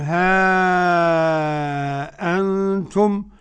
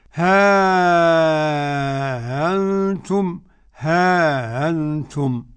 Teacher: يقرأ بالتحقيق أولا ها أنتم، والتسهيل مع المد والقصر